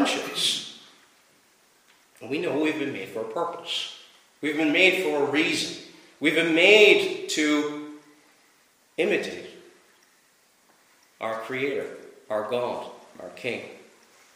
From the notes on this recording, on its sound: Preached at Rathfriland Reformed Presbyterian Church on Sabbath evening on December 11th.